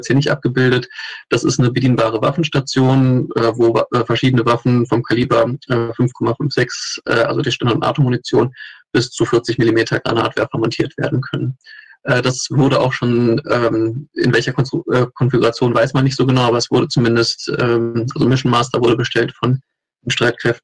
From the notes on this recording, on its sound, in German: Online-Hearing. Das Hearing fand auf einer datenschutzfreundlichen BigBlueButton-Instanz.